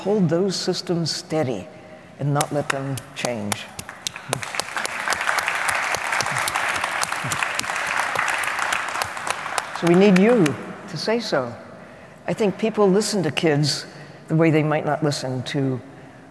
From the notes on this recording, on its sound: Another live taping of The Show About Science. This episode was recorded in front of a live audience at Fort Mason in San Francisco. Everyone at the Coal+Ice Festival.